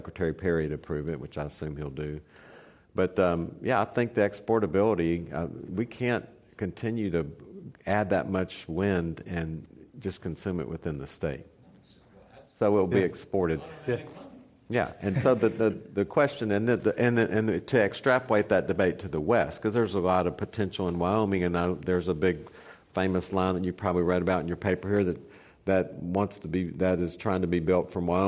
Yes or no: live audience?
yes